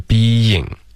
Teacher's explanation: Being 有一个 y 的音 being 把这两个音节分开